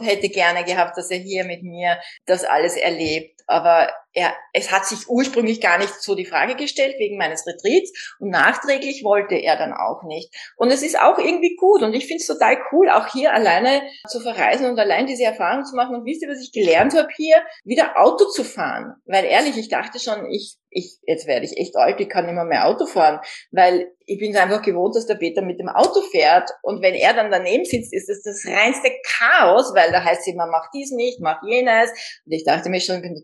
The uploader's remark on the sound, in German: Ein Insta Live aus Kalifornien!